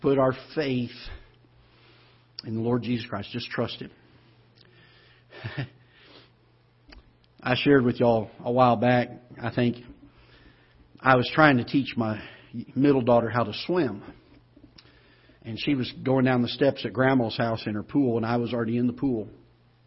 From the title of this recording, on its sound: Ketha Heights Baptist Church ~ Live Broadcast